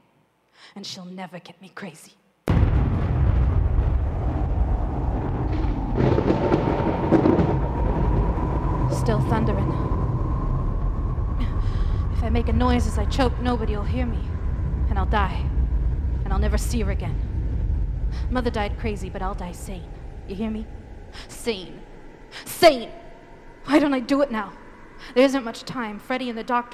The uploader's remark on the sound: Live performance by Metropolitan Performing Arts actors and other community volunteers at Kiggins Theatre in downtown Vancouver, Washington. Live audience count: 100. Streamed live on KXRW-FM, Vancouver, WA.